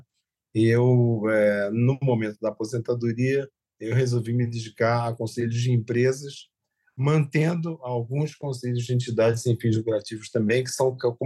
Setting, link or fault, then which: link, video call